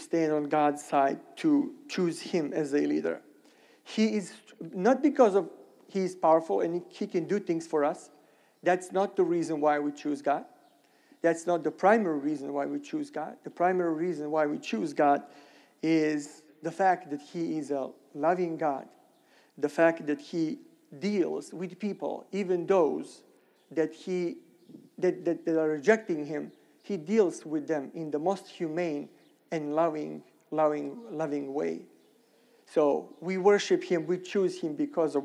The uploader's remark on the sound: Sermon recorded at Middle East University church.